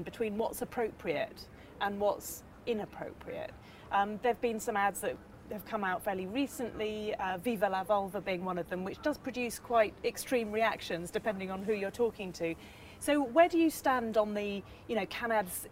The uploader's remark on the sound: Live at Cannes Lions